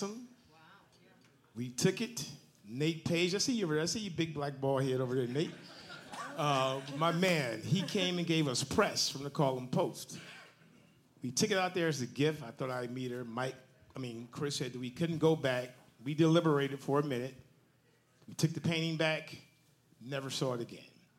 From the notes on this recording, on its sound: We recorded a live episode of CLE Rocks.